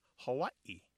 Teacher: The traditional pronunciation of the state is Hawaii, with a glottal stop in there.